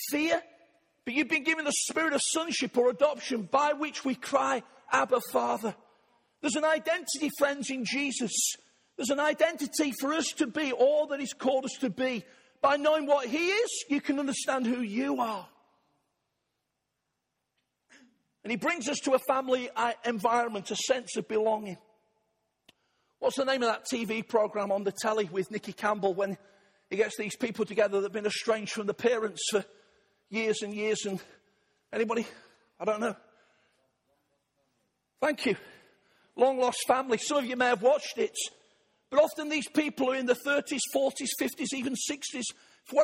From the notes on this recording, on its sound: Arena Church, Ilkeston